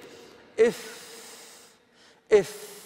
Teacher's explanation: من الشفتين. إف، إف، حصل من الشفتين مع تدخل الثنايا على الشفة السفلى